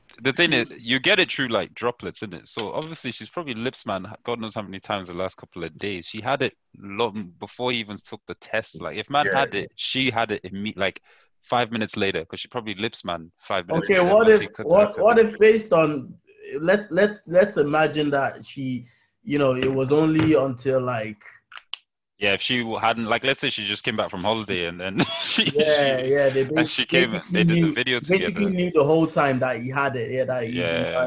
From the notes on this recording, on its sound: We bring you an episode over Zoom.